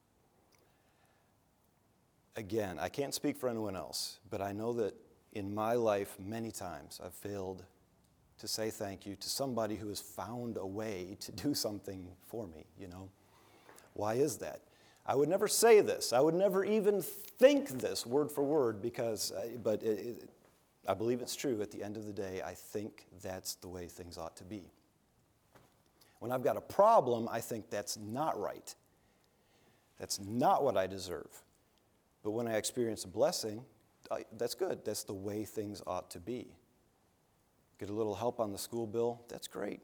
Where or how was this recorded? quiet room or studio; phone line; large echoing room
large echoing room